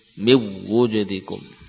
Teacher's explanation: Sebagian qurra membaca nun sukun ke dalam wawu dengan idgham kamil tanpa gunnah.